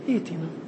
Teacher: نبدل الهمزة ياء لأن قبلها همزة